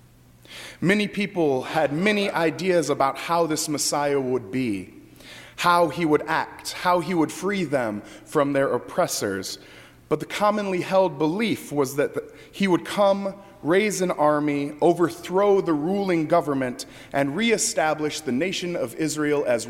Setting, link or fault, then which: setting, large echoing room